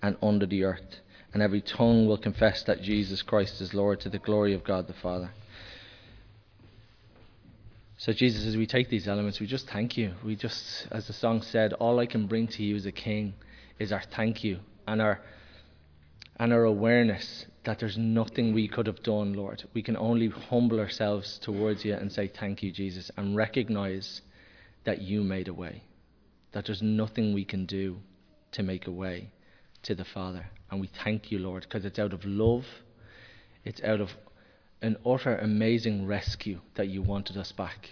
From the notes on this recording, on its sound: Recorded live in Liberty Church on 29 January 2023